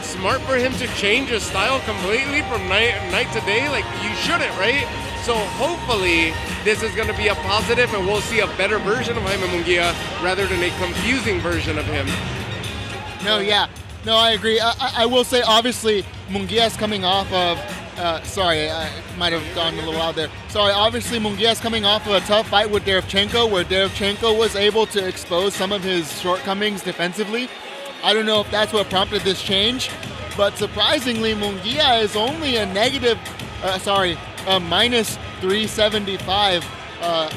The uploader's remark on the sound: Live from the Footprint Center in Phoenix, Arizona.